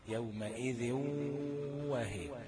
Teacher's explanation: يبقى اخد بالي ان في غنه بمقدار حركتين